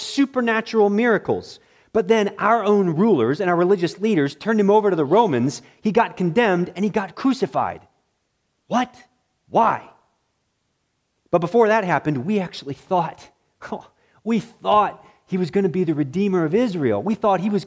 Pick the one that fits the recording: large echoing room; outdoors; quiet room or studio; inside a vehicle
large echoing room